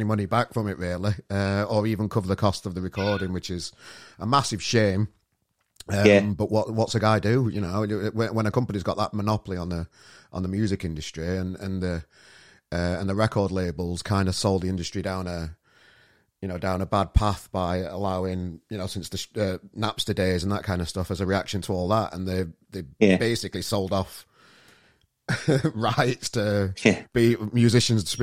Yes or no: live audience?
no